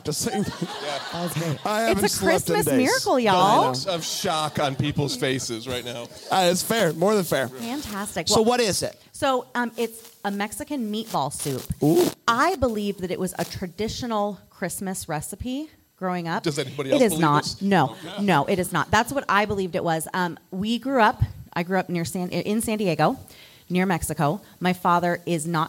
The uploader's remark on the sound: LIVE FROM BRAMBLE FEST. We recorded a very special Christmas party live at the 2023 Bramble Fest.